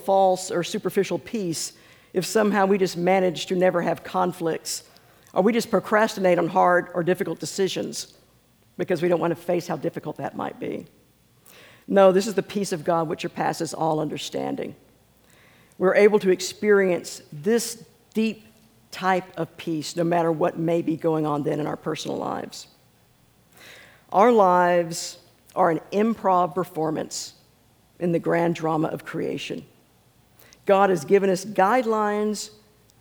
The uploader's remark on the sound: This is a recording of the scripture and sermon portion of our service